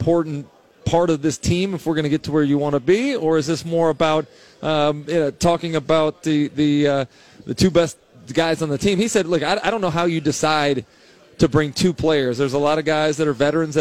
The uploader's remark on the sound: live from SEC Media Days